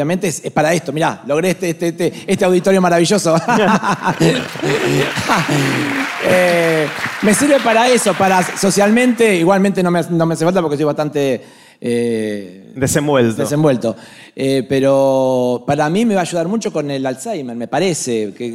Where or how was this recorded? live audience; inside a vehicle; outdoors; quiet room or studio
live audience